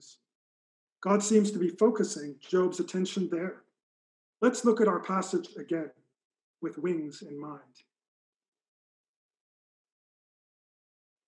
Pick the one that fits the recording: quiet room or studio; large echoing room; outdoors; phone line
large echoing room